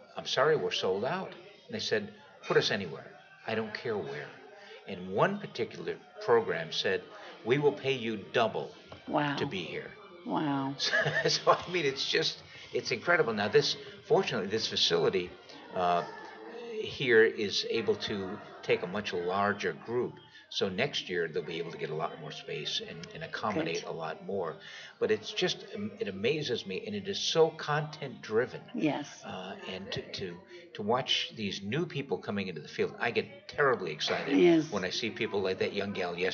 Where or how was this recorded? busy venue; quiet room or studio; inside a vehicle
busy venue